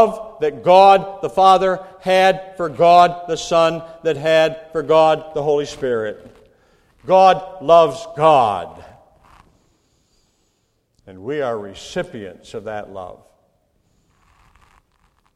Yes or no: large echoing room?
yes